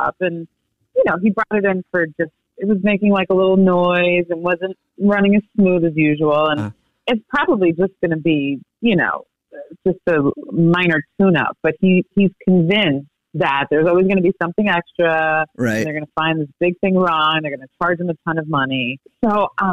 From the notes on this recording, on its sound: phone prank style